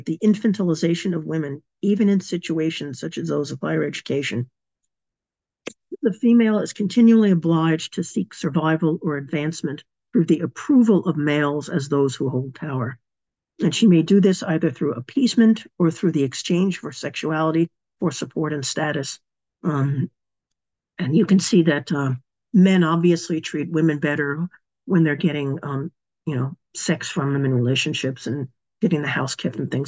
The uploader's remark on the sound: A live webinar. Part of our webinar series Radical Feminist Perspectives.